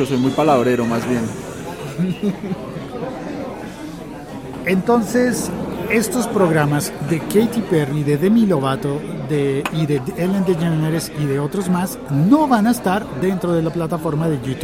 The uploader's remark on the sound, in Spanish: Episodio grabado en el tradicional Café Pasaje de Bogotá.